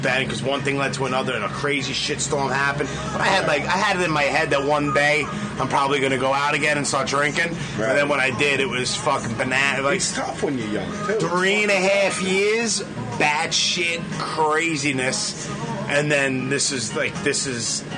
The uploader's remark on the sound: I met up with him at the usual spot... "The Colony Bar" in Huntington Station, Long Island...